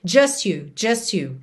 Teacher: Do S já vai direto pro you.